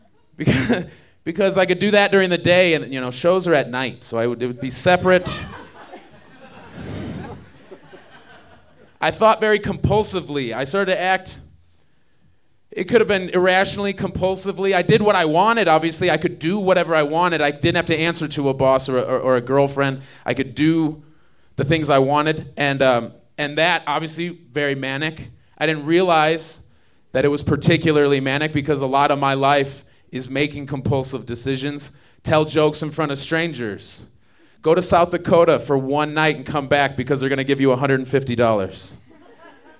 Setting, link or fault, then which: setting, live audience